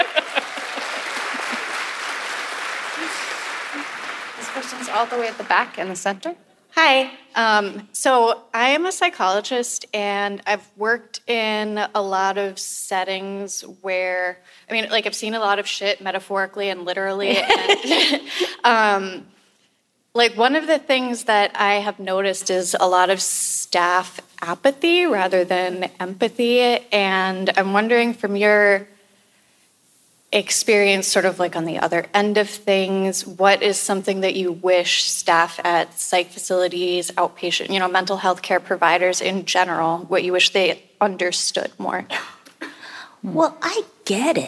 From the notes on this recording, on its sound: Recorded live from the stage of City Arts & Lectures in San Francisco.